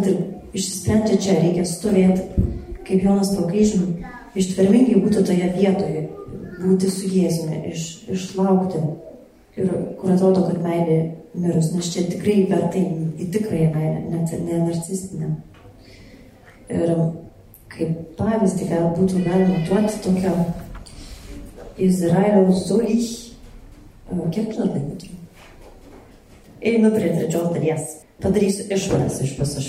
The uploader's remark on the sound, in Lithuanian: Įrašas iš šeimų festivalio.